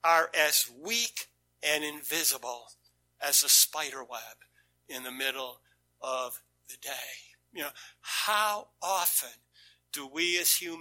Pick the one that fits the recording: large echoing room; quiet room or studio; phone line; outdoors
large echoing room